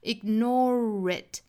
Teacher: 英音的话呢是要加一个小小的 r 的连接音的